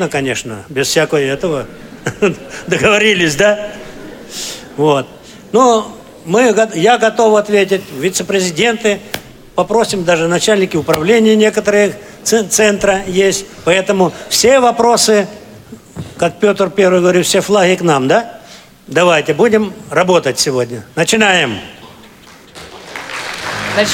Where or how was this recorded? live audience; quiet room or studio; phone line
live audience